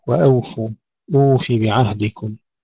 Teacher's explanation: نرقق الهمزة والواو، وأوفوا